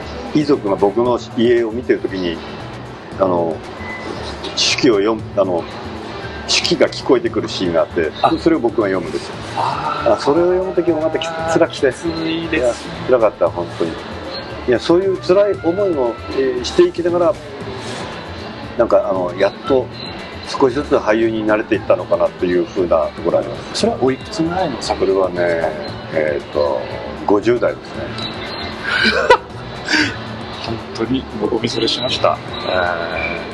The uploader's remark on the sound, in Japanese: 東京某所でのインタビュー。音声につきましては、スタジオでの収録ではありませんので、多少騒がしいのはお許しいただければと思います。